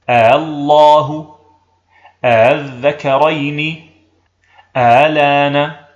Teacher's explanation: فننطق بهمزة قطع مفتوحة ثم همزة مسهلة مفتوحة من دون إدخال ألف بين الهمزتين الله الذكرين آلان لعلك تلاحظ أن كلمة آلان في هذه الحال بقيت فيها حركة اللام، فإذا يكون مجموع أوجه هذه الكلمة ثلاثة: الإبدال مع المد، الإبدال مع القصر، التسهيل.